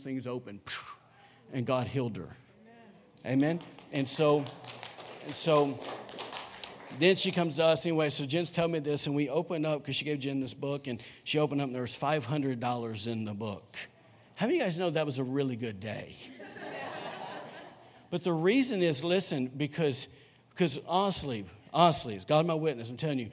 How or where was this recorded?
large echoing room